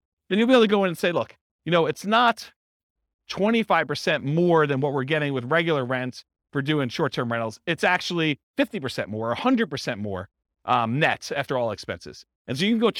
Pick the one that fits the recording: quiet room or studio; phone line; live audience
live audience